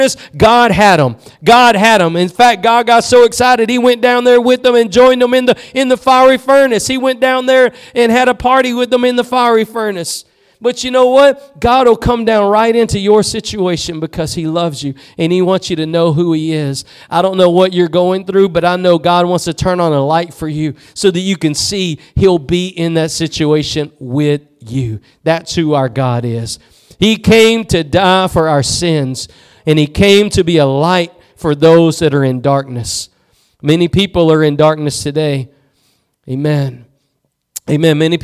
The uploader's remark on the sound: Preached at Gospel Lighthouse in Bossier City, La.